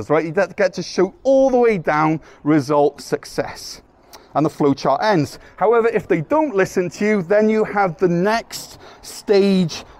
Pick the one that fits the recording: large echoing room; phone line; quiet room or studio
large echoing room